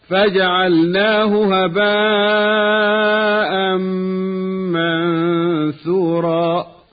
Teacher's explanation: هاء الضمير الواقعة بعد ساكن لا توصل بمد